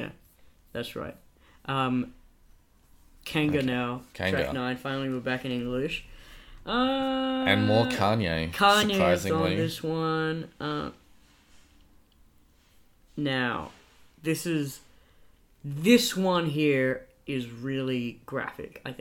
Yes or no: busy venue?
no